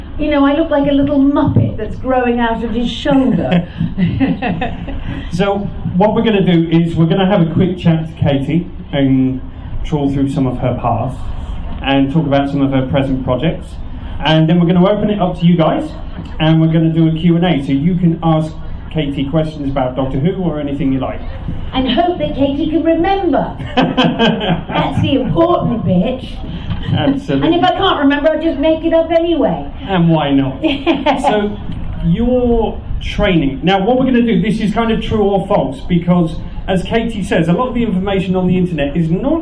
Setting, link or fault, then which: setting, busy venue